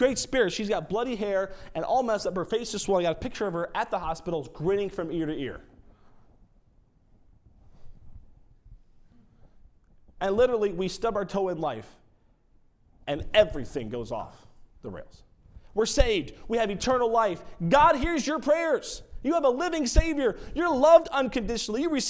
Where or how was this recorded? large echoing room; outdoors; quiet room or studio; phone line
large echoing room